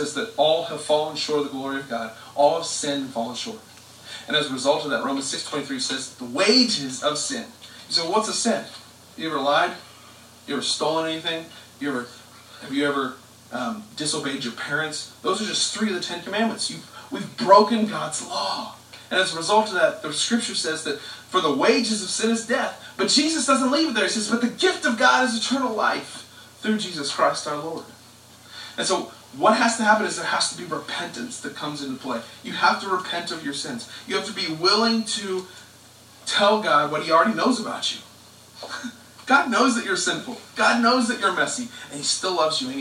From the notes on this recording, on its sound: We apologize for the audio quality.